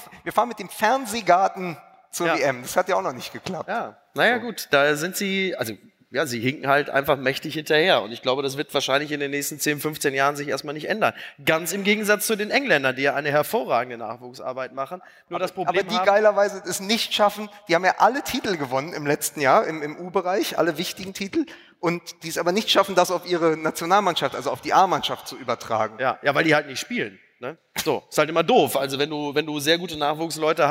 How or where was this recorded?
live audience